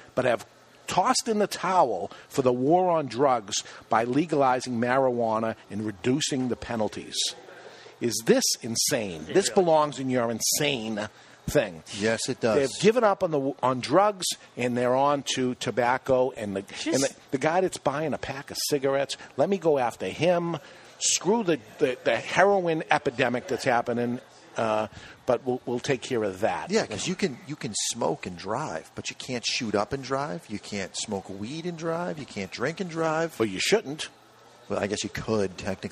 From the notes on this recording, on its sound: live inside the Diamond Crown Cigar Lounge at Two Guys Smoke Shop in Nashua, NH.